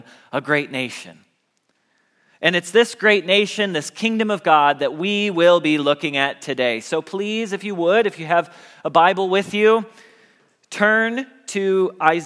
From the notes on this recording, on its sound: Message Preached at Valley Creek Church